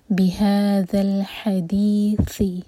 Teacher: بهذا الحديث، یہاں بھی سا کو سین کا ساؤنڈ نہیں دینا، زبان اوپر والے دانت پر ٹچ ہوگی اور تھوڑی سی ٹپ باہر ہوگی